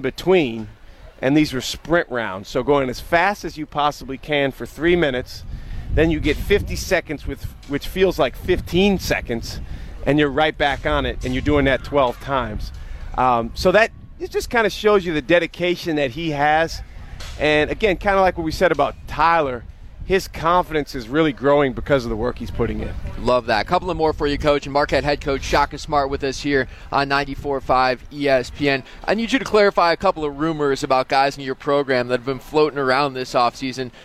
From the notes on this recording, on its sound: LIVE at the Marquette Block Party on Central Campus